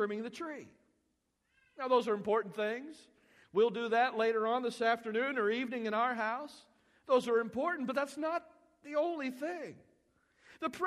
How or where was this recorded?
large echoing room